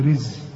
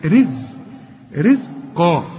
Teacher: أنا عاوزك بقى الراء دي تطلعها مرققة